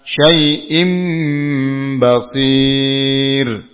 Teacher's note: Rasukun sebelumnya kasrah. Ini ro-nya dibaca tipis. Tarqiq. Dengan menurunkan rahang bawah.